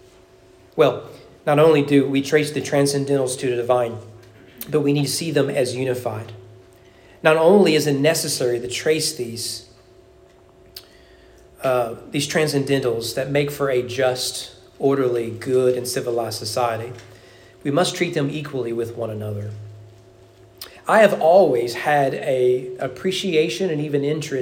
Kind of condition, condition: setting, large echoing room